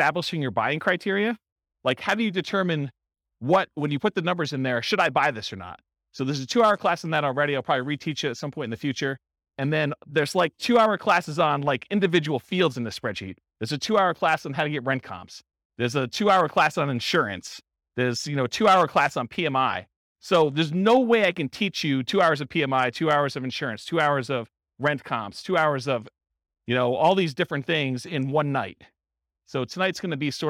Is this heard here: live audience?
yes